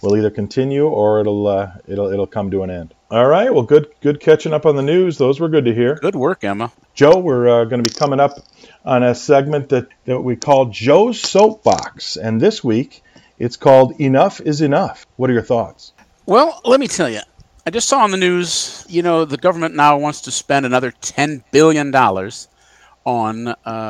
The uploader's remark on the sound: Apologies for the sound level differences and intermittent crackle